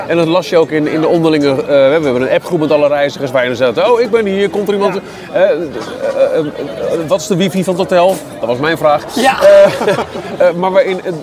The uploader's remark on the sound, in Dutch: Samen met 60 enthousiaste luisteraars en Disney liefhebbers. Live vanuit Disneyland, Anaheim.